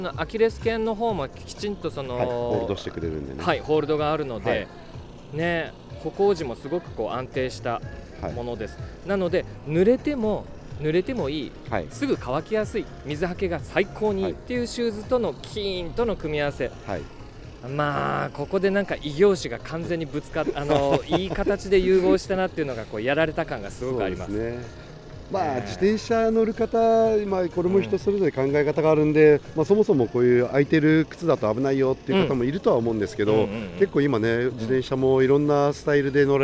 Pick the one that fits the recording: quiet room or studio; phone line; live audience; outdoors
outdoors